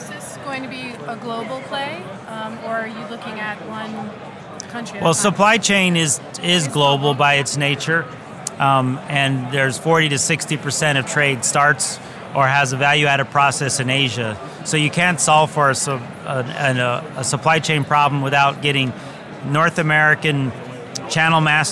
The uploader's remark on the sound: Live From The Crypto Invest Summit West 2018.